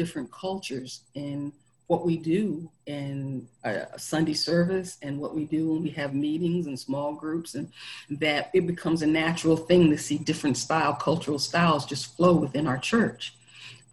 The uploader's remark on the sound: Our zoom streamed service